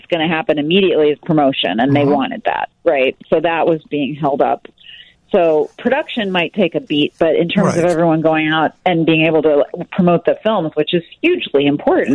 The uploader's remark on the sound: join us via the phone live from California